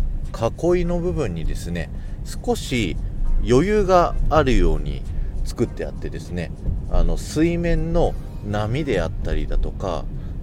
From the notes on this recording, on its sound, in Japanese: ノー編集。東京ディズニーランドアドベンチャーランドのジャングルクルーズの前から聞いてください。